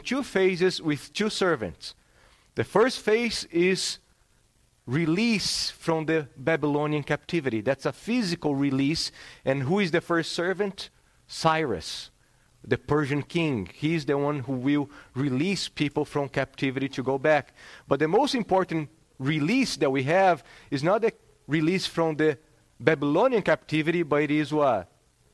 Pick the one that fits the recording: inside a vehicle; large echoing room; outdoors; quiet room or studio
large echoing room